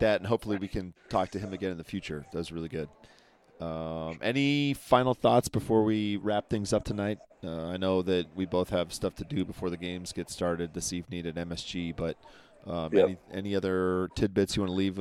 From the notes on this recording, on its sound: live from the Big East Tournament in NYC.